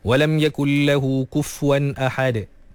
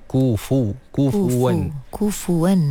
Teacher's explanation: sepatutnya fa tu didhammahkan. Disebut kufu. Baris depannya dengan sempurna · Shown in: second take